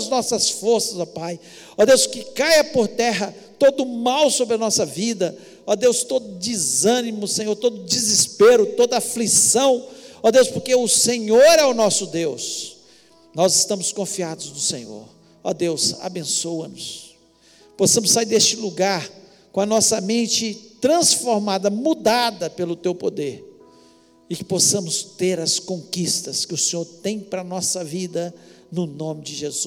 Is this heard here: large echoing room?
yes